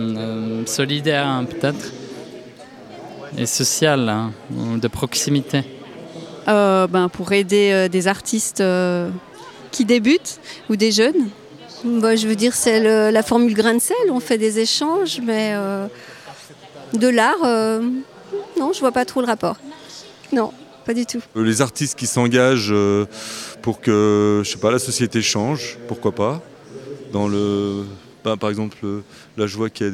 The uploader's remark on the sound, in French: Micro-trottoir - Un marché solidaire comme enjeu artistique.